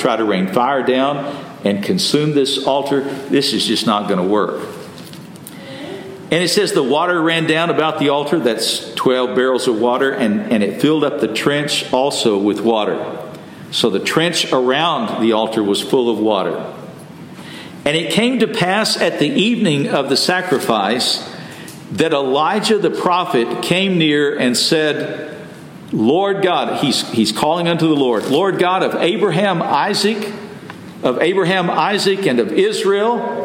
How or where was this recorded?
large echoing room